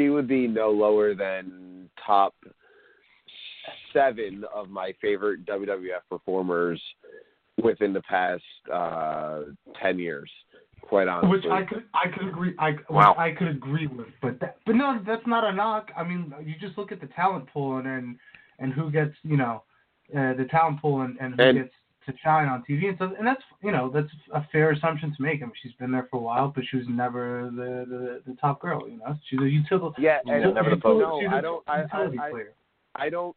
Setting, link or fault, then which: link, phone line